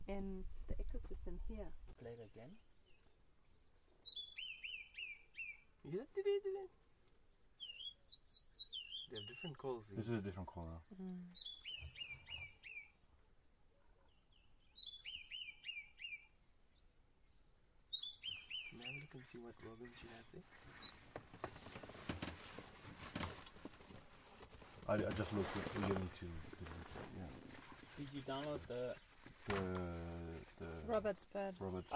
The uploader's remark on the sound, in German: Ausbildung zum Safari Ranger in Botswana. Seid live bei dem Moment dabei, als wir zwei Löwenmännchen dabei beobachten, wie sie einen Leoparden aufspüren und ihm seine Beute wegschnappen. Hört das Knacken der Knochen, als sie das Impala aufreißen, und das laute Schnaufen, während sie nicht vom noch zuckenden Körper der Gazelle loslassen.